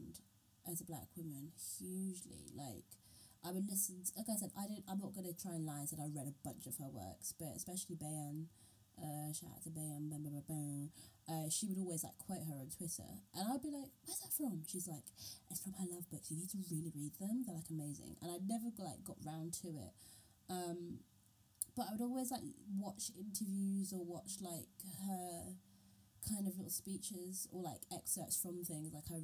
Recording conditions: poor microphone